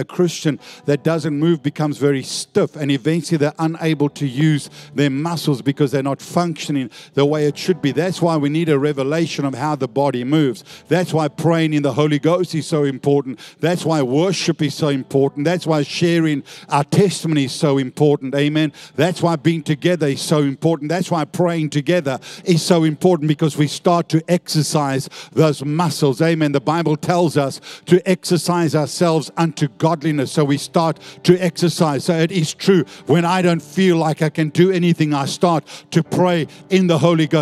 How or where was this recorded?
large echoing room